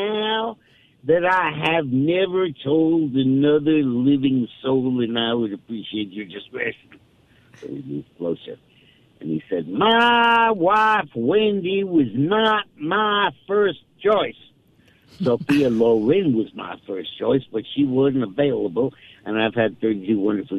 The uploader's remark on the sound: joins the show by phone.